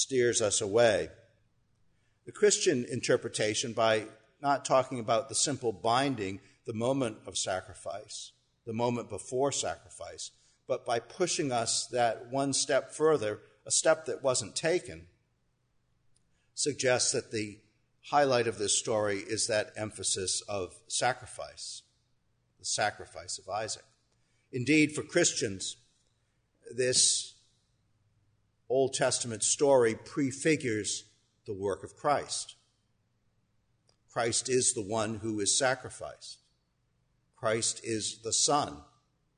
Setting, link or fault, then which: setting, large echoing room